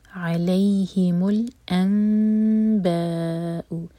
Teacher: نون میم میں چینج ہو رہا ہے کیونکہ اس کے بعد با آ رہا ہے · Term: اقلاب